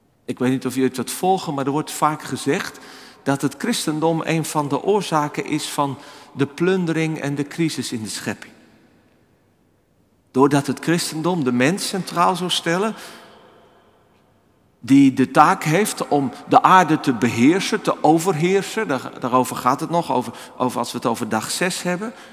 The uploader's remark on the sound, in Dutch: opgenomen op 11 februari 2024 in de Noorderkerk Amsterdam